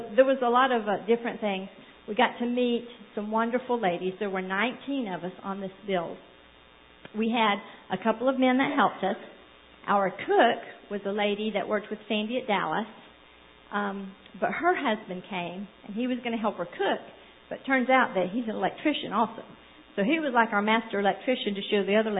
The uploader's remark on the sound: Sunday Evening Service